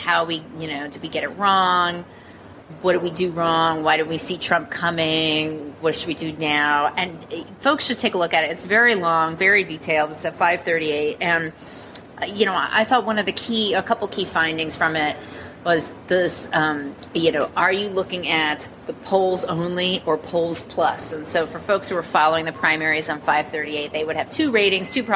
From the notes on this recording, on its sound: we report from a hotel hallway, so apologies for the sounds of conference-goers in the background.